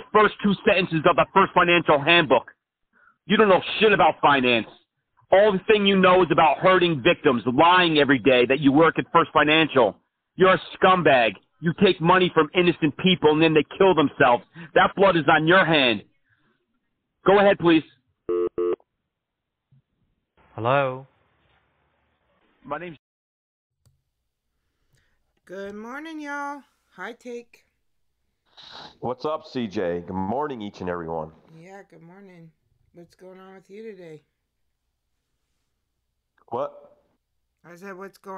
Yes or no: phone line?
yes